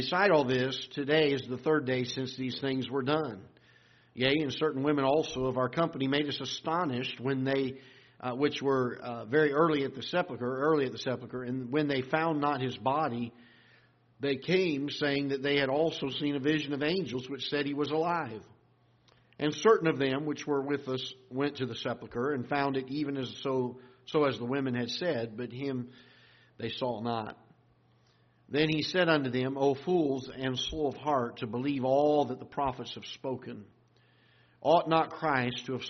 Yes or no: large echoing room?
yes